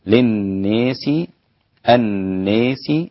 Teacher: الناس هنا إمالة الناس المجرورة للإمام الدوري عن أبي عمرو البصري في أي موضع وقعت في القرآن، خاصة إذا كانت مجرورة، أما إذا كانت منصوبة أو مرفوعة فلا تمال. الإمالة في المجرور، في المجرور فقط اللي هو المكسور